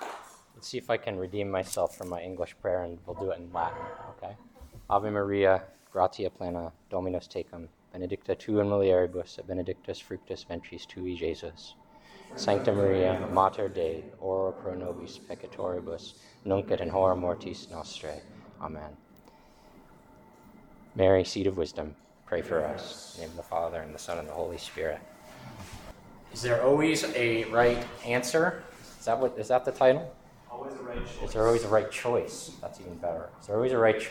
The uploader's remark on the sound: This lecture was given on June 21st, 2023, at Stonyhust College.